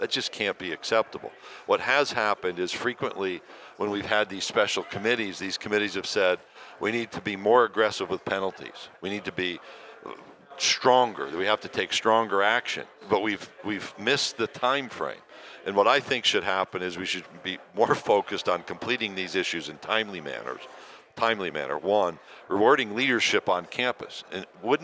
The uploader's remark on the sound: joins us live from SEC Media Days